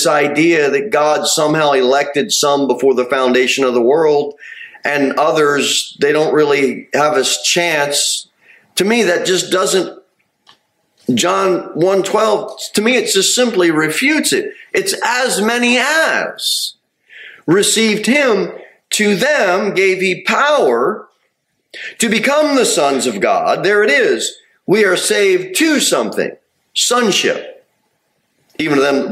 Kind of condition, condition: setting, large echoing room